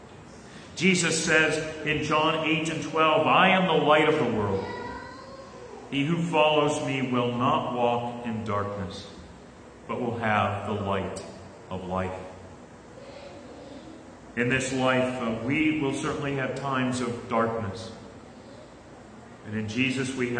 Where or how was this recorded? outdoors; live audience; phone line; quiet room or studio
live audience